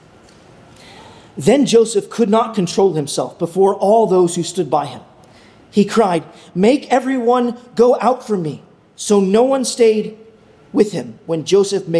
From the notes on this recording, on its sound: at Arlington Baptist Church in Arlington, Virginia